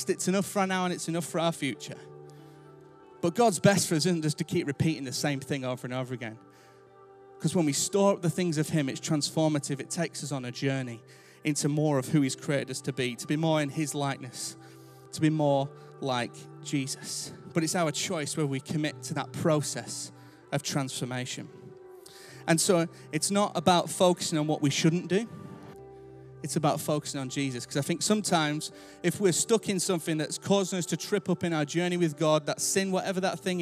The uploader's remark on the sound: Recorded Live at Life Church Lancashire